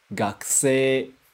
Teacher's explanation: Mas a gente não vai pronunciar I, vai só esticar o E.